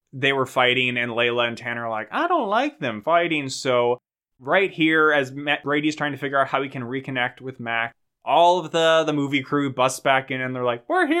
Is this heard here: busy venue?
no